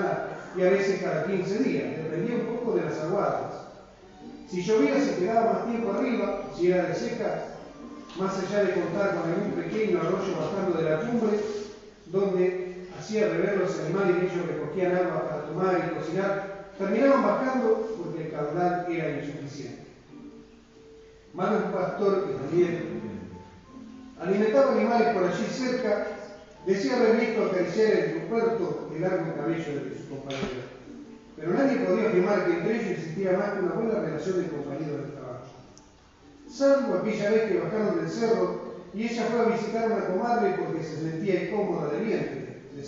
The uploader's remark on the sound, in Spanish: En la Ciudad de Casbas. Compartir con el publico presente.